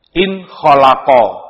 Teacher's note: Nun terbaca jelas, enggak boleh dimasukkan, tidak boleh pula disamarkan. · Term: izhar